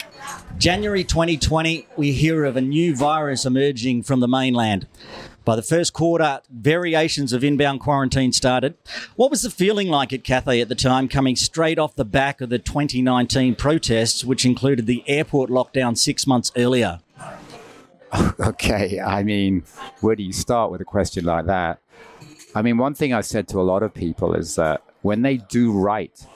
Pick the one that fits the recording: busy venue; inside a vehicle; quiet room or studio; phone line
busy venue